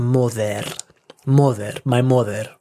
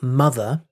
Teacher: So for example, mother, the stress is on the first syllable, mother, ma, the second syllable of mother is unstressed. So because you've got a vowel in the unstressed part of the word, what that does often is it changes to a schwa. · Shown in: second take